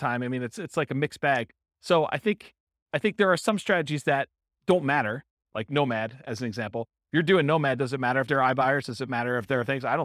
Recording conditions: live audience